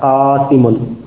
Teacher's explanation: Alifnya menjadi tidak boleh imalah karena ada huruf isti'la yaitu huruf qaf. Asalnya boleh imalah karena alif itu terletak sebelum kasrah, sinnya kan di kasrah, qasim. · Term: fathah